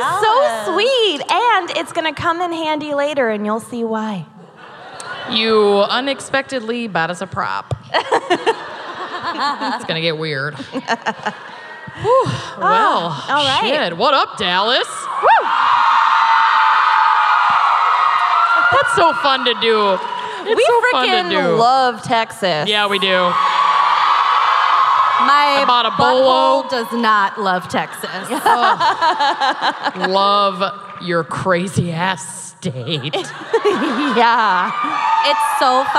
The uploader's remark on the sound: Live from Dallas. Dallas LIVE.